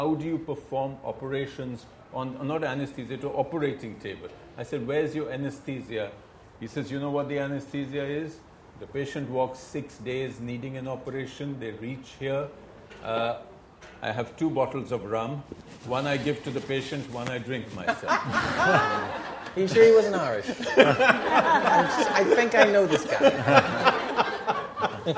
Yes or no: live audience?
yes